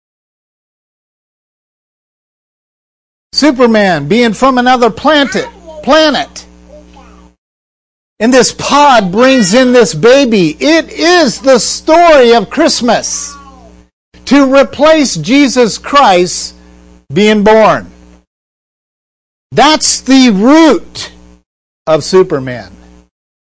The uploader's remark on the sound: We are sorry about the humming on this podcast - we are working to locate the problem before our next podcast.